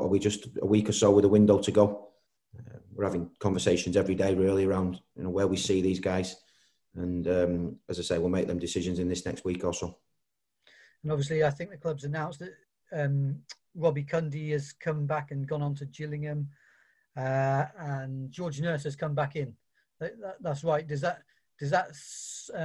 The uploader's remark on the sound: Virtually faces the media as City prepare to face Huddersfield Town at Ashton Gate.